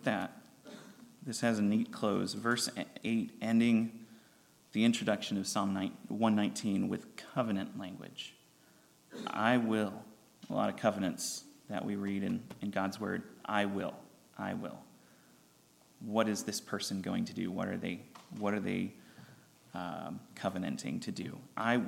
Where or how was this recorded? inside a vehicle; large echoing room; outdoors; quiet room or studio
large echoing room